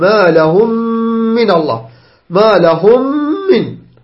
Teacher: إدغام أخذناه في إدغام متمثلين، يأتي ميم بعدها ميم فتدغم إدغاما واحدا